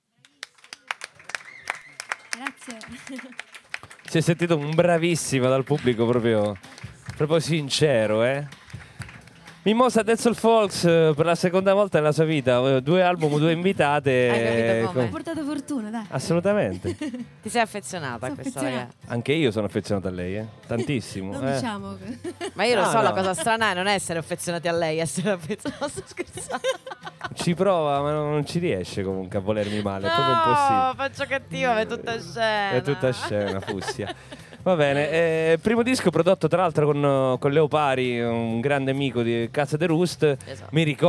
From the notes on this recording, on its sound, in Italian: Registrato dal vivo